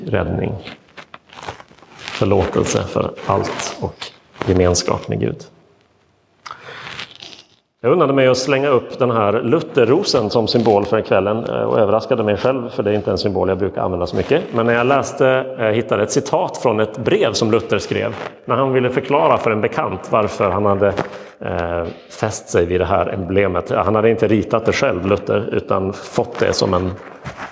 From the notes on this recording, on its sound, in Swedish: Inspelad i Roseniuskyrkan den 31 augusti 2022.